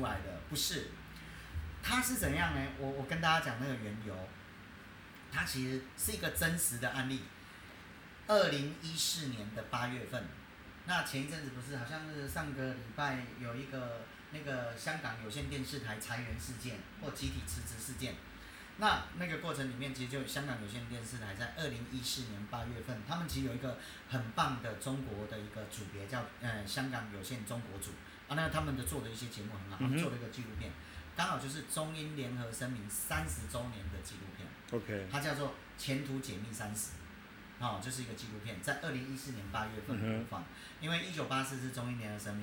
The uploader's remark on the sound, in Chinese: 收音有一點點小狀況。